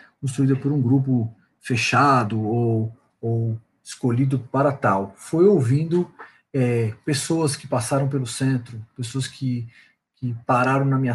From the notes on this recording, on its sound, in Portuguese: Gravado via Dircord